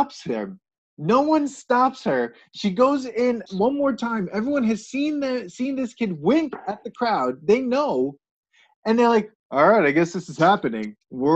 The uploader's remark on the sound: We recorded this on June 28th, 2020 on Zoom so there are small sound discrepancies and tech issues